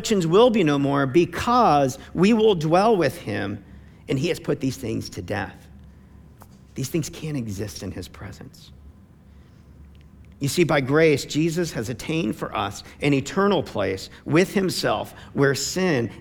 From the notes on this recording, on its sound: preached on November 22, 2015 at Veritas Tri-Village